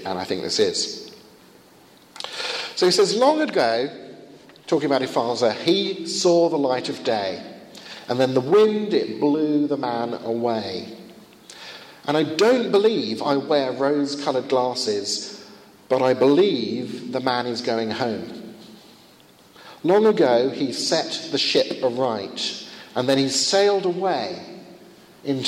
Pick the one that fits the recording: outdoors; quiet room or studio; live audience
live audience